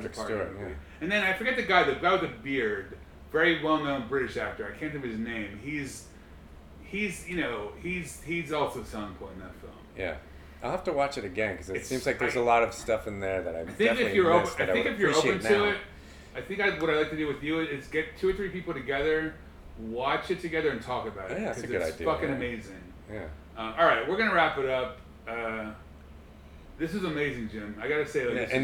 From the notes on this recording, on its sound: The editing and sound are a bit looser. We had this chat last summer in NYC. The sound quality is a bit off but I think it lends to the aesthetics of what I am trying to do with this particular sub-series. There was very little editing done here.